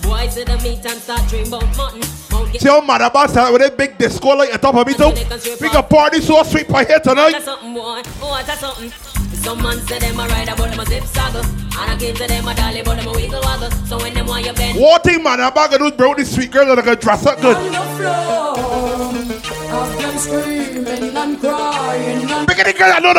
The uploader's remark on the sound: GLOW SUNSET VIBES (RAW). LIVE AUDIO FROM GLOW SUNSET VIBES.